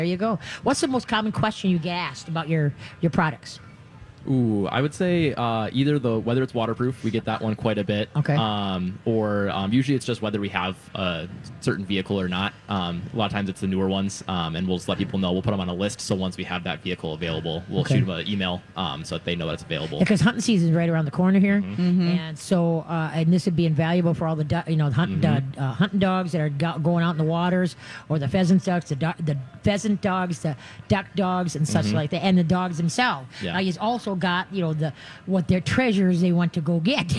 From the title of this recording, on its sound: LIVE from the State Fair!